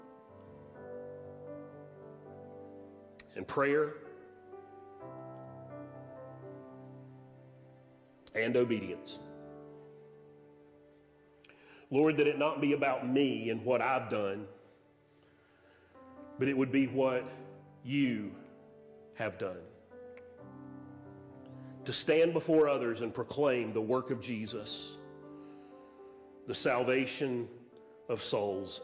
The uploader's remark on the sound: Sermon audio from Mission Church in Locust, NC.